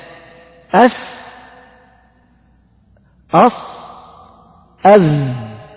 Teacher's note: طرف اللسان مع ما بين الثنايا العليا والسفلى قريبة إلى السفلى، هذه الحروف تسمى حروف الصفير الثلاثة، وهي السين والصاد والزاي